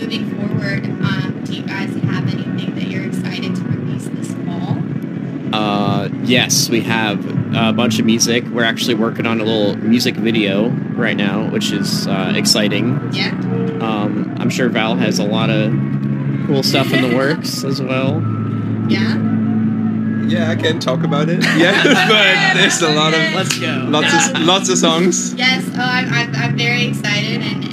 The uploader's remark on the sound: Live from Forbidden Kingdom